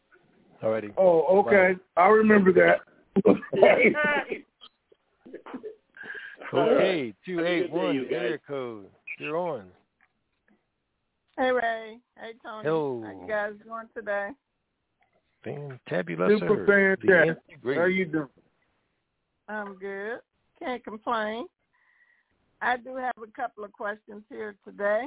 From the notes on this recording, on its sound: TNTSuperfantastic Conference Call.